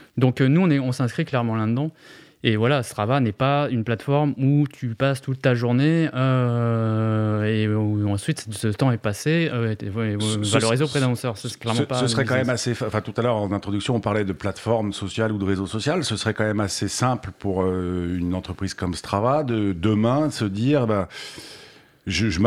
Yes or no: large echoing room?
no